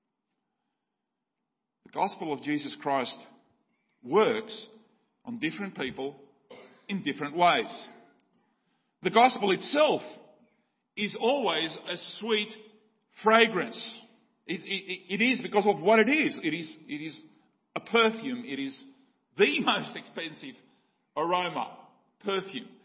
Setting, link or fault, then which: setting, large echoing room